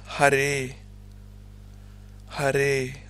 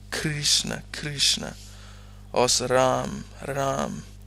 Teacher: Så Hare udtales med R i ganen